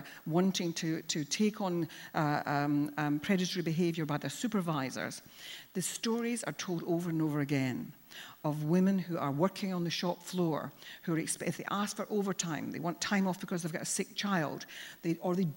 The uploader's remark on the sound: Recorded live at the Tabernacle in London's Notting Hill on 25th February 2019.